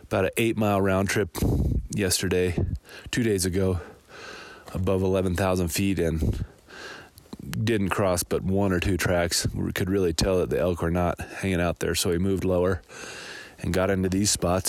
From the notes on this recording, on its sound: These episodes are recorded on the river, in the forest, on the mountain and everywhere in between!